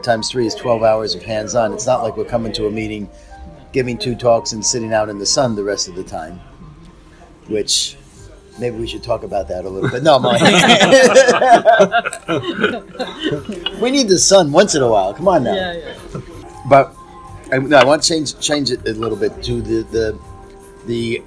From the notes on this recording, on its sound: Recorded from the 9th annual European Venous Forum Hands-On Workshop.